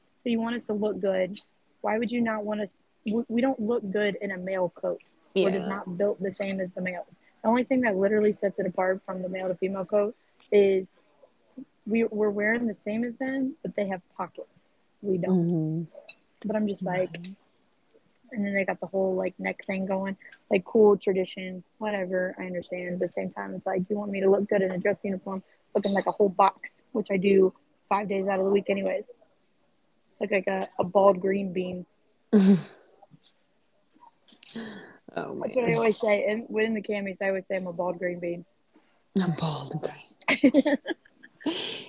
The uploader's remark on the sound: Sorry for the crappy quality of sound, but Harleys running around at the airport.